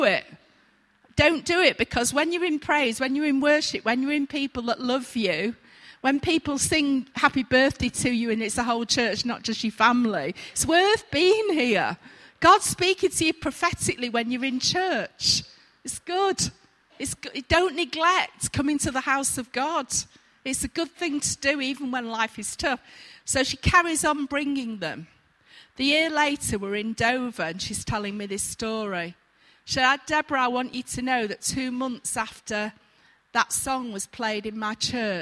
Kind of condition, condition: setting, large echoing room